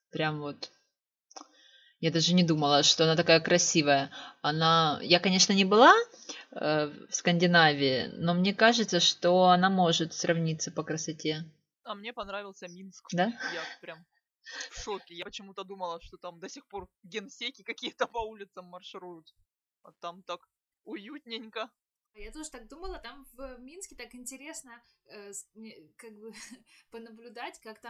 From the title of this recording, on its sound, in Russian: Осторожно! Плохой звук